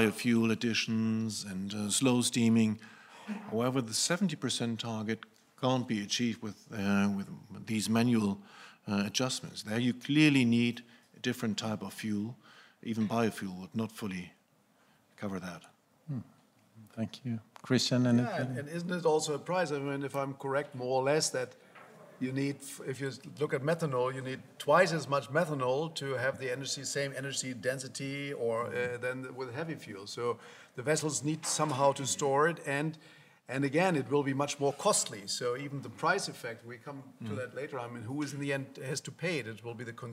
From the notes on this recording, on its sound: KEYNOTE ROUNDTABLE at the 3rd Annual Capital Link German Maritime Forum, Hamburg. At the Radisson Blu Hotel in Hamburg, Germany.